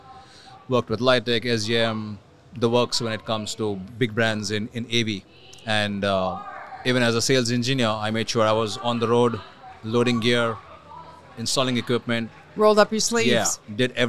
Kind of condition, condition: setting, busy venue